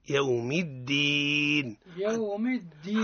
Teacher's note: يوم الدين نعطيه الشدة ونعطيه الجهر، يوم الدين يوم الدين حتى لا نقع في الحرف المجانس · Term: الشدة والجهر